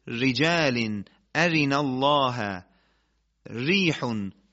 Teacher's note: هنگامی که ما نوک زبان رو در فاصله بسیار نزدیک به برجستگی پشت لثه نزدیک میکنیم، این حالت ثابت نگه داریم، را حالت ترقیق پیدا میکنه